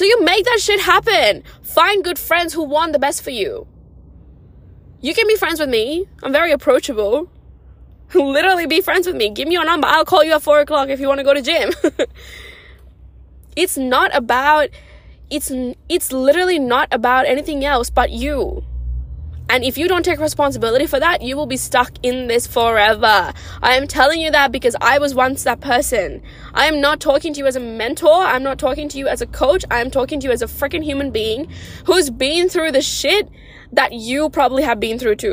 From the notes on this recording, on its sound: recording it in my car